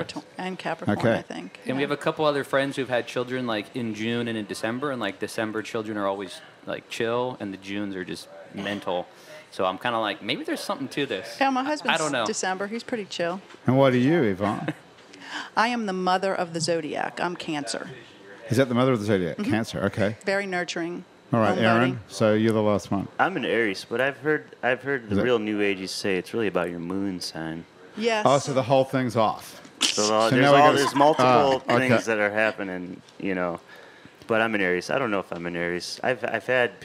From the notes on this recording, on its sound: Happy Hour is recorded live at the iconic Maple Leaf Bar in New Orleans.